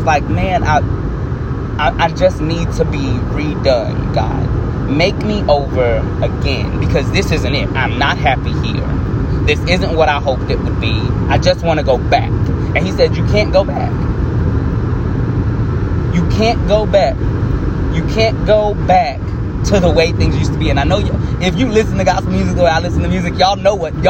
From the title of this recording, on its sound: Car Edition